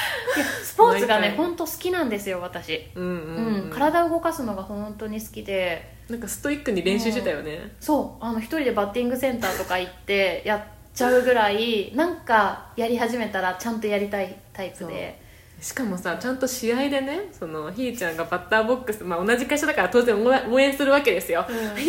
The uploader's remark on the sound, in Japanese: マイクの調子が悪く音質悪くてすいません。